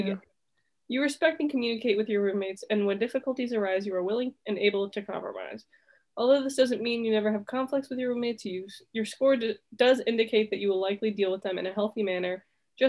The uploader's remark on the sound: Let's celebrate it being the last Zoom episode.